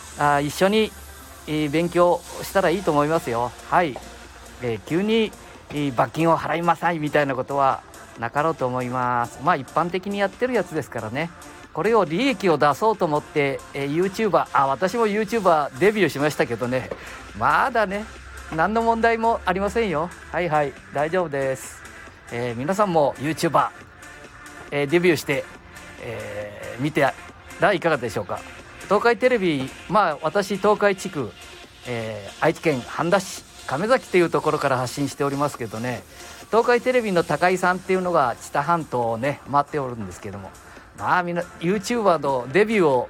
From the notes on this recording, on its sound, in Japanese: 街さんぽ LIVE。